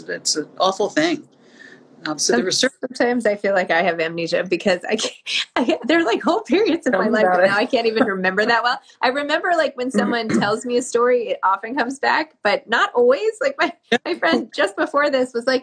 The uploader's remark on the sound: for an Instagram Live